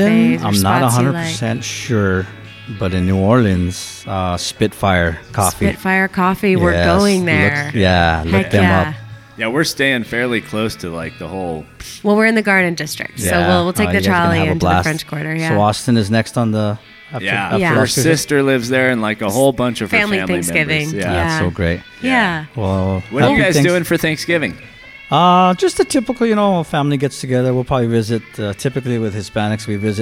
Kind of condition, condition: setting, busy venue